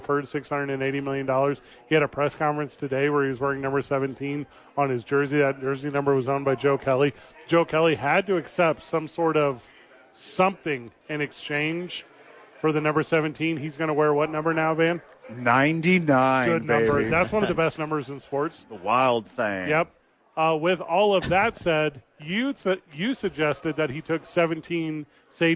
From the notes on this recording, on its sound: live at Sadies